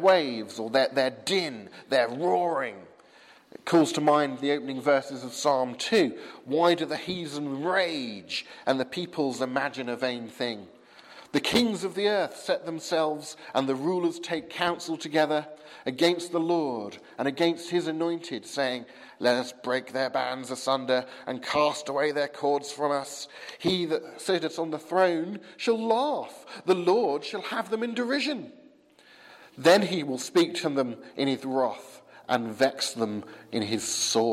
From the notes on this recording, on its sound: from the 8 am service at Highfield Church, Southampton, November 22nd 2015